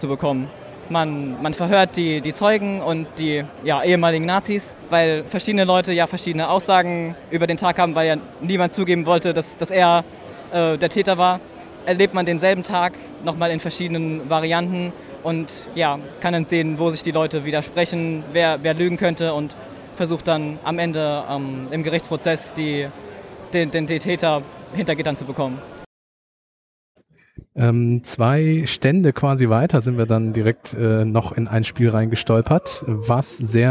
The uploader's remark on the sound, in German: Live von der Gamescom 2022